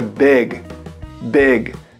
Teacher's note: O primeiro i do big, ele não é i para fora, ele é um i mais para dentro